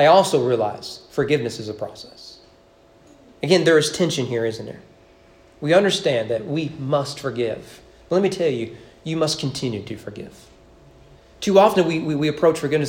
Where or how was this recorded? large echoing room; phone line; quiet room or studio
large echoing room